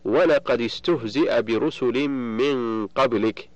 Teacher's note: ومثال الدال قوله تعالى ولقد استهزئ برسل من قبلك في سورة الأنعام والرعد والأنبياء، فالدال من قد ساكنة التقت بالسين وهي ساكنة أيضا، فحركت بالكسر للتخلص من التقاء الساكنين